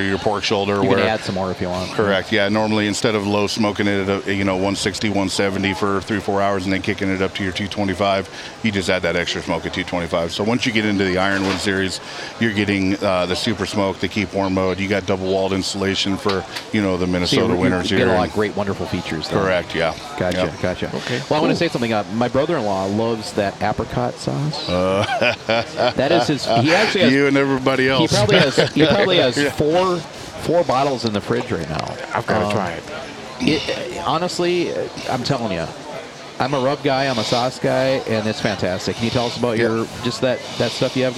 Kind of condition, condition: setting, busy venue